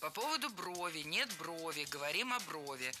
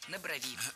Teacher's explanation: В единственном числе ударяем только корень слова. · Shown in: first take